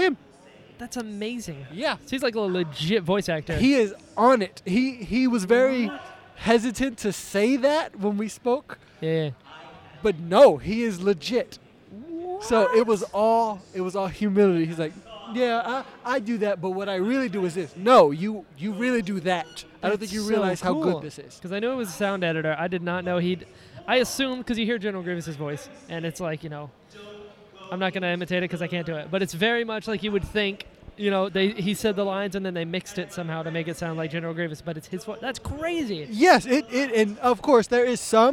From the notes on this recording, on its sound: This episode was recorded at PALMCON!